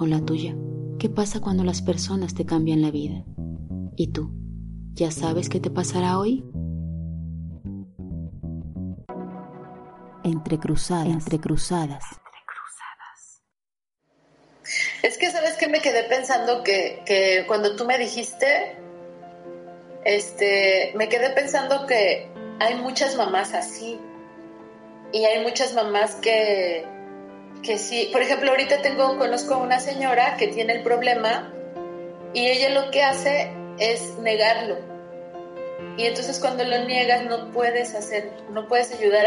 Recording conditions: video call